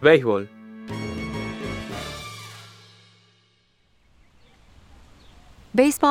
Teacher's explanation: the S is often aspirated in the Venezuelan accent. That means you'll hear an H sound rather than the typical S sound.